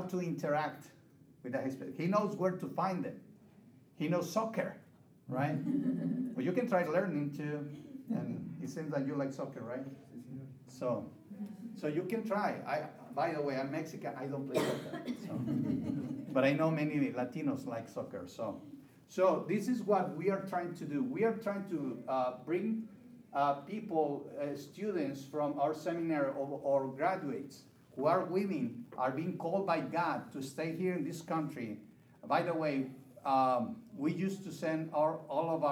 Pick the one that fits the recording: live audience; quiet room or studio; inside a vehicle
live audience